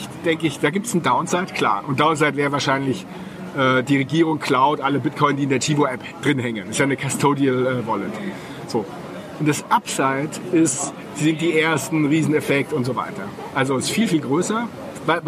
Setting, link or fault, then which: setting, busy venue